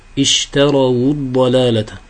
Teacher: فالواو إذا كانت واو الجماعة وهي ساكنة على كل حال وبعدها ساكن فإنها تحرك بالضم